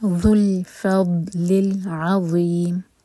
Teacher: ذو کے لیے بھی ہماری زبان اوپر والی دانتوں کو ٹچ کرے گی، تھوڑی سی ٹپ باہر ہوگی اور پیچھے سے زبان اٹھائیں گے، منہ بھر کر پڑھیں گے. عظیم، ان میں میم کو ساکن کیا تو ان میں مد عارض سکون.